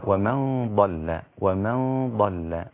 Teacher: النون الساكنة بعدها حرف الضاد أخفي النون الساكنة · Term: الإخفاء